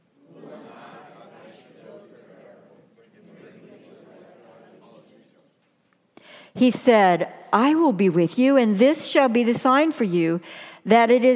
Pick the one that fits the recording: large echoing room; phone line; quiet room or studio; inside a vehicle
large echoing room